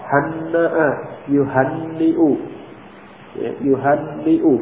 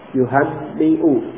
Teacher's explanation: Ini sesudah nun langsung hamzah ya. Tidak ada huruf ya pada yuhanni'u.